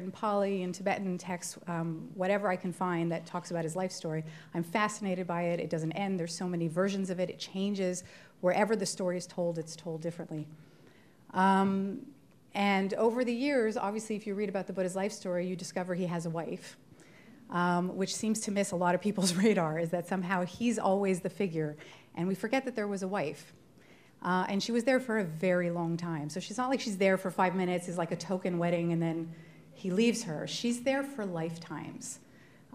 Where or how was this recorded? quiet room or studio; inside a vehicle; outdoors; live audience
live audience